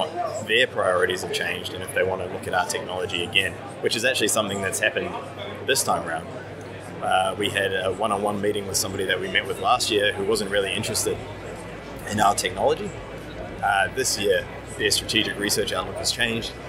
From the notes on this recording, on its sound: In this special FAST CAST from TechConnect World 2018.